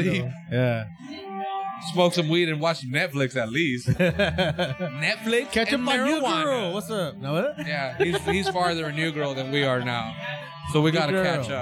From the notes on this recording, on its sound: Part of this episode was recorded at the Sessions Open Mic at the Press Club in Seaside. This was the one-year anniversary party for the open mic that is held once a month.